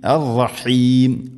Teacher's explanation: റ എന്നല്ല അർറഹീം, ഹ തൊണ്ടയുടെ മധ്യഭാഗം. ആയത്തിൻ്റെ അവസാനത്തിലൊക്കെ മദ് ആയിരത്തിൽ സുക്കൂൻ, രണ്ട് നാല് ആറ് ഹർക്കത്തിൻ്റെ ഖദറിൽ നീട്ടാവുന്ന മദ്ദാണത്.